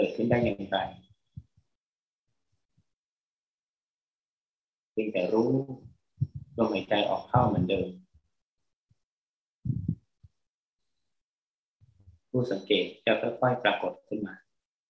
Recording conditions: poor sound quality